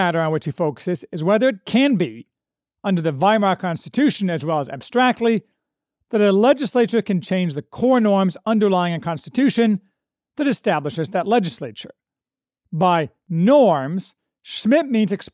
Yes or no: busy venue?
no